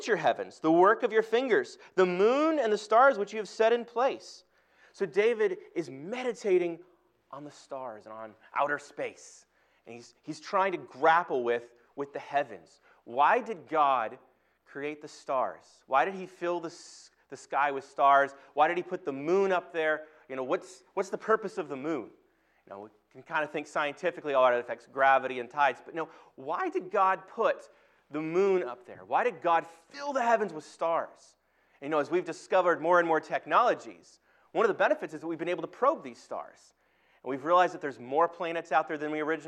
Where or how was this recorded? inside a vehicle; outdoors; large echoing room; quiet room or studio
large echoing room